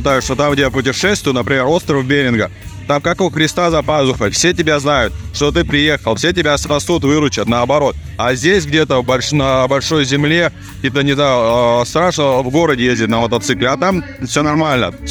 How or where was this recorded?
busy venue